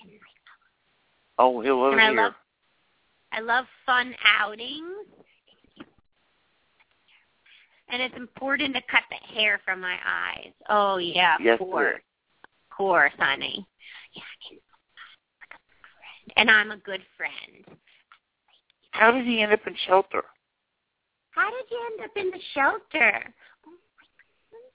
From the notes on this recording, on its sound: Open up the lines for listeners to call.